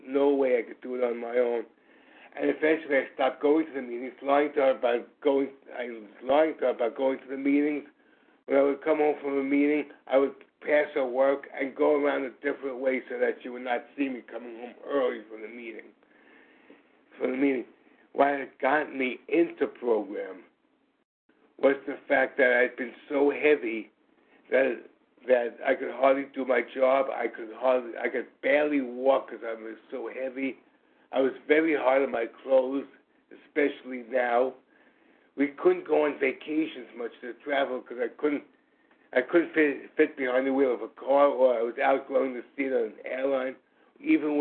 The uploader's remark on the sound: from the 100 Pounders Phone Meeting